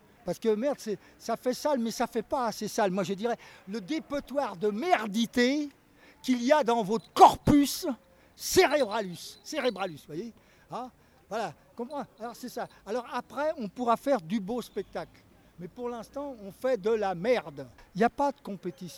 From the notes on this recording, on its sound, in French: Rencontre en marge du festival de chalon dans la rue ce clown à la manche de 85 ans. Interview en équilibre sur les mains du plus vieux saltimbanque du moment. CHALON DANS LA RUE 2008.